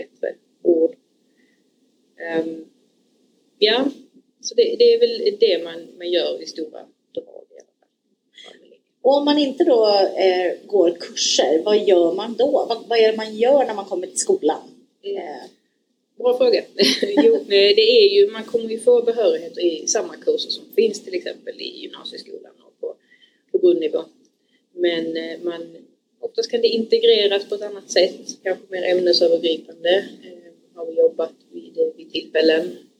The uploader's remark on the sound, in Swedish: Vi ber om ursäkt för ljudkvalitén, vi lärde oss efter denna inspelningsdagen att man både ska sitta närmare mikrofonen och inte minst välja ett rum utan brus från ventilationen.